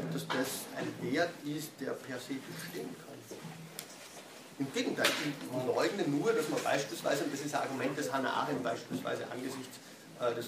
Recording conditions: large echoing room